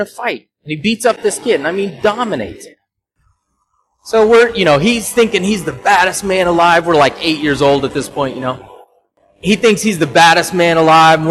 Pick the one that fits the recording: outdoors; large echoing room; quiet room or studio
large echoing room